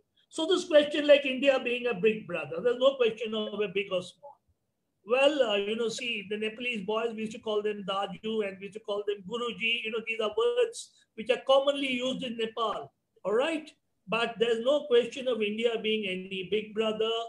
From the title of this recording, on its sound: IMPRI International Webinar